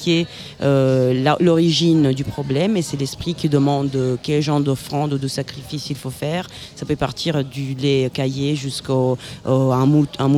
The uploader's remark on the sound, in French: En direct des Trans Musicales de Rennes